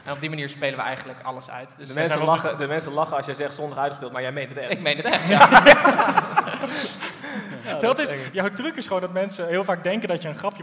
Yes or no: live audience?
yes